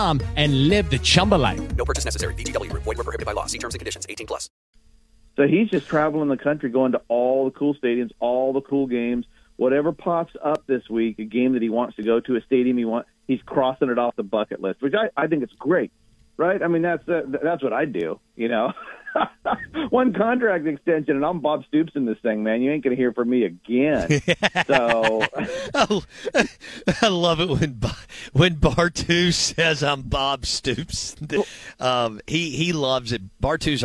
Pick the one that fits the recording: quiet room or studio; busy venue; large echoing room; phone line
phone line